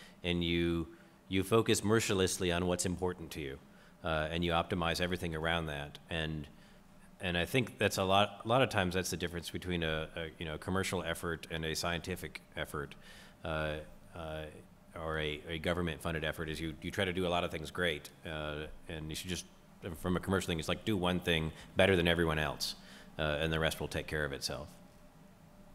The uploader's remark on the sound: a recording of the Space Entrepreneurship Panel that took place at the Keck Institute for Space Studies on October 27, 2015